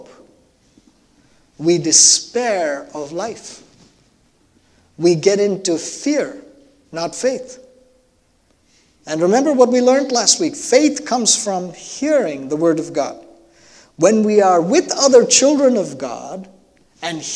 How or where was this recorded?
large echoing room